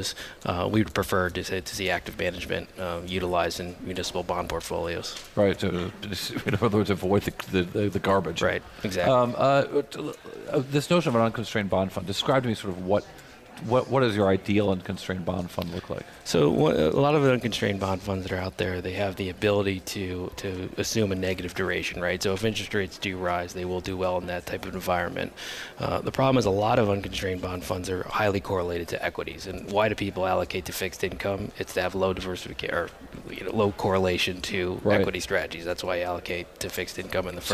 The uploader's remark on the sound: from Commonwealth Financial National Conference in San Diego